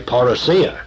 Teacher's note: put the emphasis upon the last syllable where I feel it should be